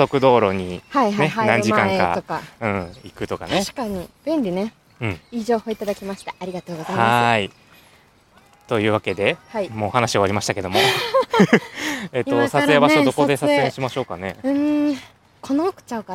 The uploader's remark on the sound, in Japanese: 初めての野外収録！撮影場所を探し練り歩く2人。今回は初めての野外収録。聞きづらい点もあるかと思いますが。